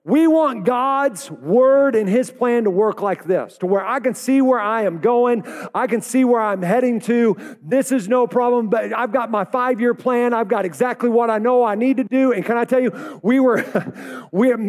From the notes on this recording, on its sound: Welcome to Foundations Church Tulsa live! We're a church in Oklahoma.